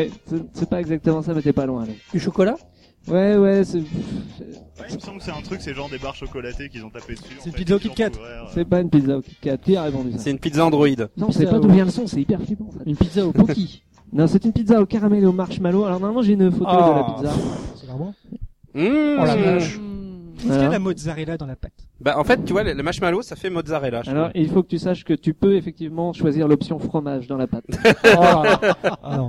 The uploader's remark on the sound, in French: Cet épisode a été réalisé en direct de PodRennes, rencontre entre et avec tout plein de podcasteurs.